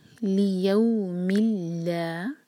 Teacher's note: میم کی تنوین کے بعد لام پر شدہ، تو یہ ادغام بغیر غنہ کا. ناک میں آواز بالکل نہیں جائے گی